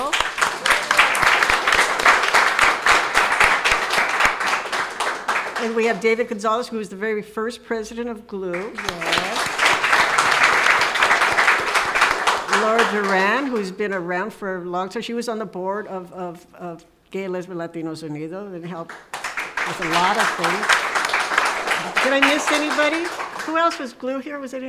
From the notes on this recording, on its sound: Together On the Air: LIVE on Radio, co-presented by dublab and ONE Archives Foundation. This show was recorded in front of a live audience as part of ONE Archives Foundation’s latest exhibition Together On the Air. Radio GLLU co-hosts reunited on air.